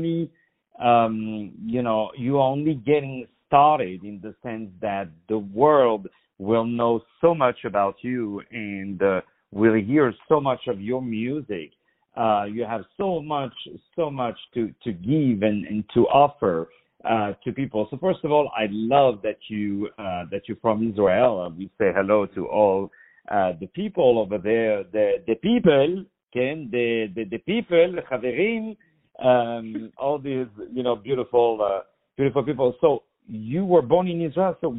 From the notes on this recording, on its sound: On the phone.